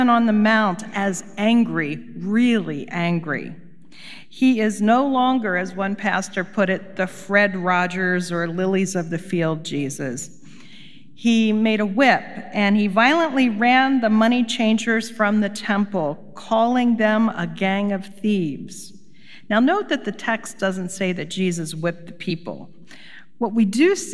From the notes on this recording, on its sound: Recorded live at Beatitudes Church in Phoenix, AZ.